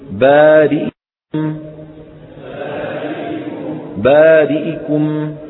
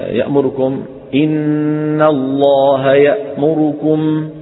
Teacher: باختلاس كسرة الهمزة من بارئكم وضمة الراء من يأمركم